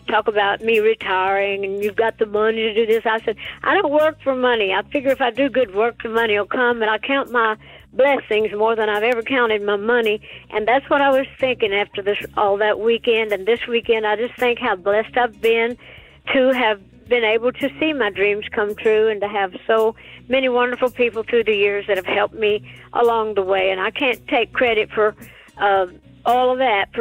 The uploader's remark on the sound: joined us on the phone